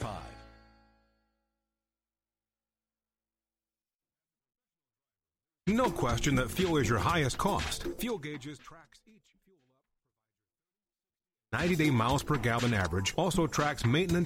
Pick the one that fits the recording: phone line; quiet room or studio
phone line